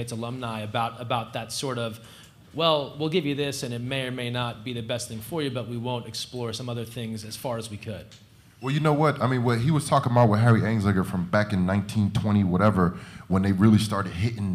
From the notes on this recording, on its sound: at The Outside Game 2019 in New York City September 5, 2019.